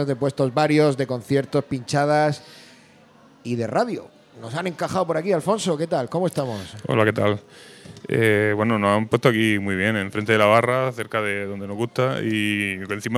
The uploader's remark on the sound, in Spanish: Octava sesión de La Turné II, desde la Sala Musik de Murcia, para celebrar el Record Store Day.